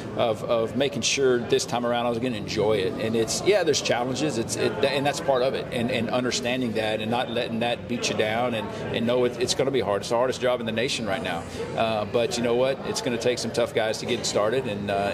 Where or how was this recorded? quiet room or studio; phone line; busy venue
busy venue